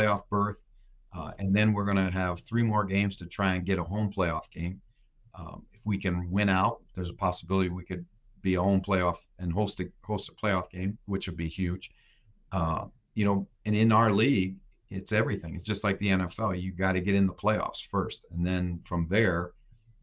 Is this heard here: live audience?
no